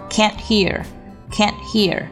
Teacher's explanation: can't 的 t 要做一个失爆处理